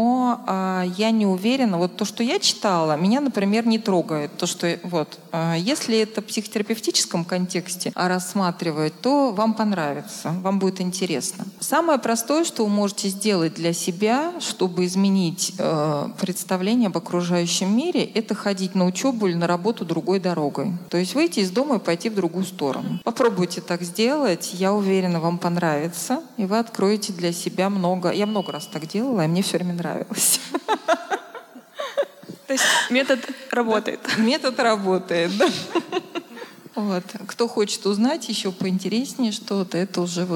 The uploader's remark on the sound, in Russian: И он прошел в необычном формате, а именно в виде открытой лекции в рамках Недели ментального здоровья в Вышке!